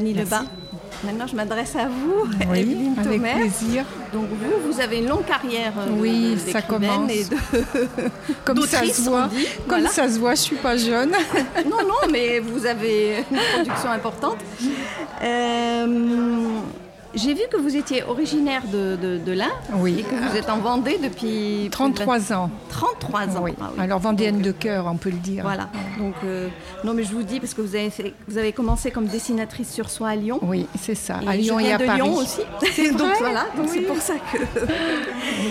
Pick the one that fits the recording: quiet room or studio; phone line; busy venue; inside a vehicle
busy venue